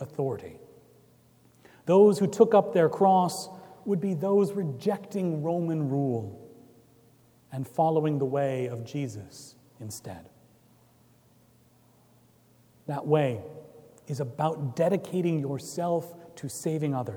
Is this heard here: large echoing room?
yes